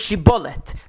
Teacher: The word shibboleth was difficult for the people of Ephraim to say because they could not pronounce a sh sound. So they would say sibboleth.